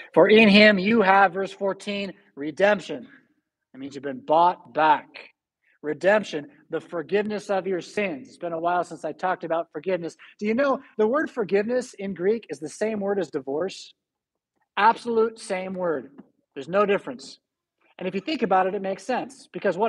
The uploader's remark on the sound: Preached at St Paul Lutheran Church , Rockford, Illinois on August 12, 2022.